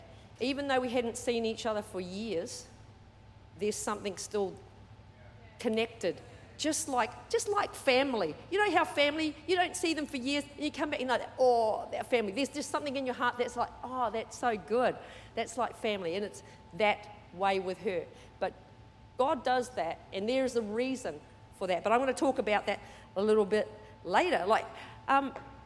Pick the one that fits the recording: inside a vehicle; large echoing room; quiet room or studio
large echoing room